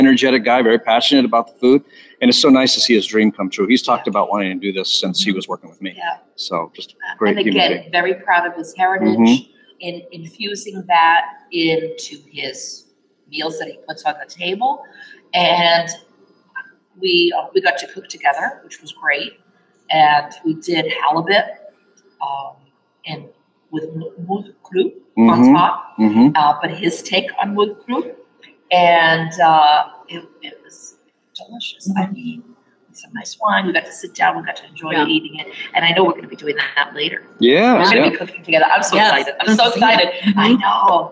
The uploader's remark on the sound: Live from Tasca Tasca in Sonoma, CA. They’re sitting at an authentic Portuguese table with tremoços and wine.